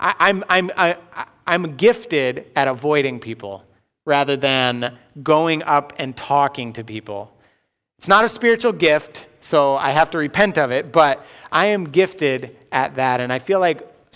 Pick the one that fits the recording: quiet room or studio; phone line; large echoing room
large echoing room